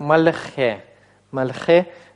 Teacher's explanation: здесь, несмотря на то, что возникает закрытый слог «маль», сохраняется щелевое произношение следующего согласного